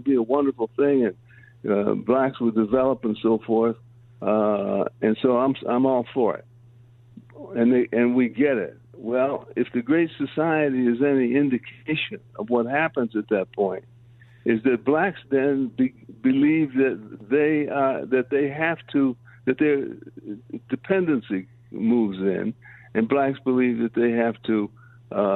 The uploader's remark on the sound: join the show by phone